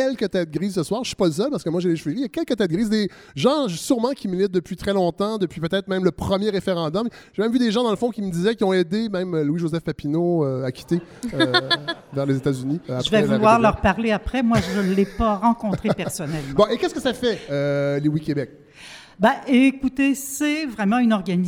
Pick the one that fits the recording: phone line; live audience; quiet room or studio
live audience